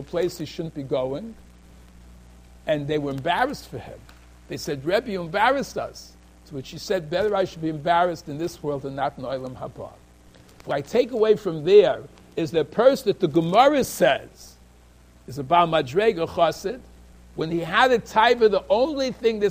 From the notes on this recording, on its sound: Shiur recorded in Yeshivas Ohr Reuven, Monsey, NY.